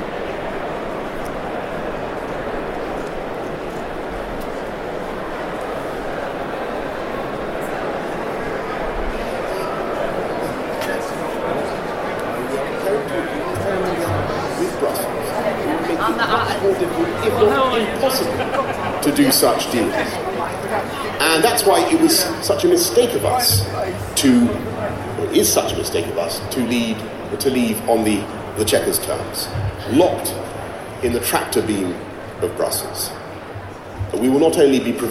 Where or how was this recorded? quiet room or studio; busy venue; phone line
busy venue